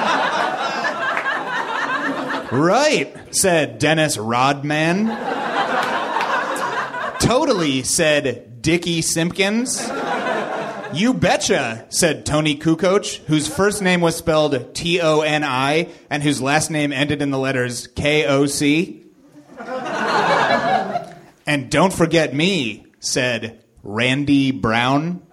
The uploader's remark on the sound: Live from the Nerdmelt Theater in LA